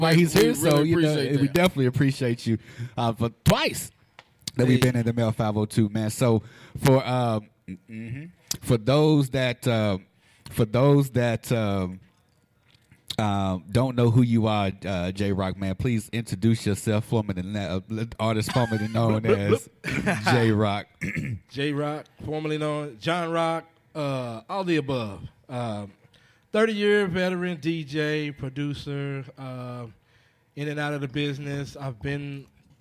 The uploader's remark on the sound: The 502 R&B Show LIVE from Melt_502 in Louisville, KY !